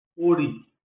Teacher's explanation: com tom médio nas duas sílabas